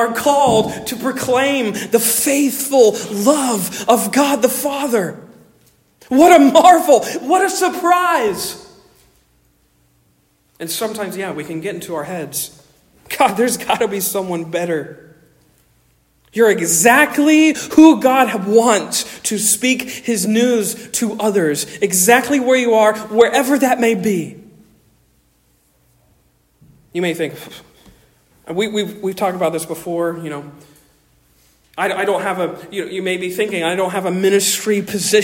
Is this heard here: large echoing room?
yes